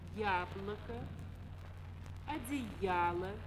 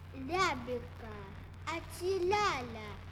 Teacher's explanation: замены среднеязычного сонорного звука «и» переднеязычным сонорным «л». Вместо гласных «я», «е», «ё», «ю», которые состоят из звука «и» и соответствующих звуков «а», «э», «о», «у», мы слышим «ля», «ле», «лё», «лю».